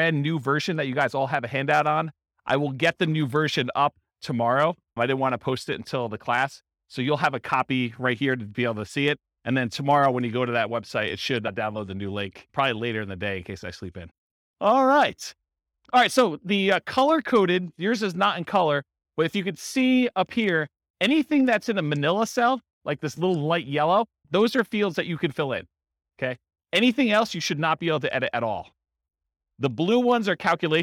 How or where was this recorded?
live audience